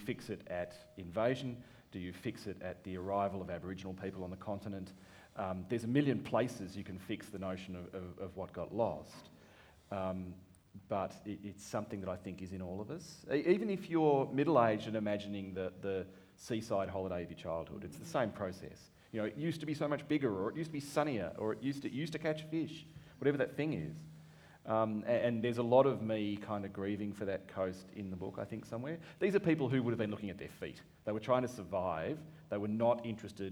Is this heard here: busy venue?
yes